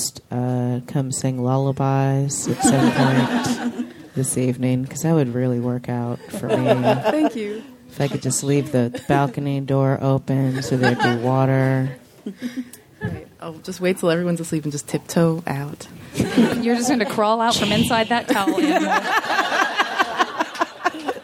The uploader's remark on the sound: Live from JoCo 2017. Recorded from the high seas off the Baja strait, this live JV Club episode features fellow JoCo cruise guests.